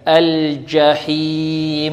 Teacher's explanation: لما نقف على الميم الساكنة غنة فيها غنة ناقصة